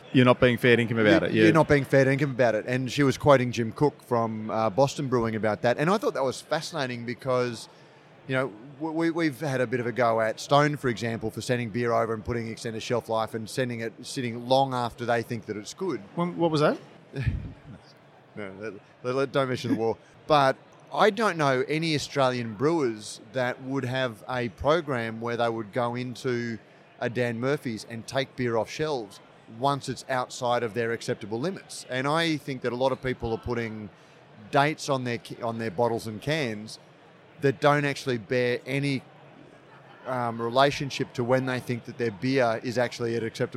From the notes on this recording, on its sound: This week's episode was recorded at BrewCon 2018. The expansive event in Sydney this year.